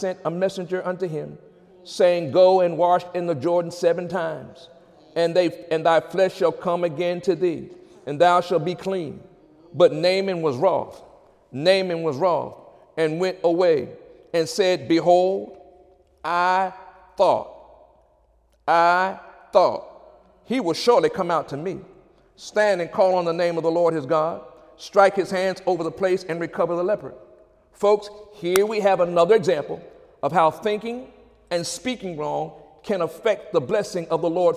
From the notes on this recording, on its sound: During Wednesday night service